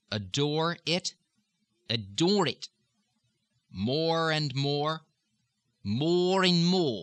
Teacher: Now, when you have a word that ends in an R, and the next word starts with a vowel, and if you pronounce those words close together, you're going to almost have to pronounce the R there, attaching to the next word